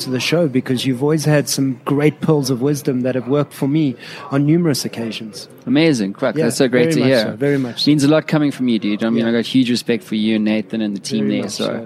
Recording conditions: busy venue